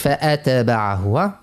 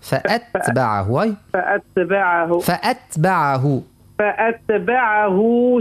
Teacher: ورد بالك التاء ما نقلقلوش فيها · Shown in: second take · ما نقولوش فأتبعه، فأتبعه فأتبعه فأتبعه فأتبعه شهاب ثاقب.